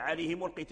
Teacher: لكن لو أدرجنا الكلمة الأولى مع الكلمة الأخرى همزة الوصل تحذف في الدرج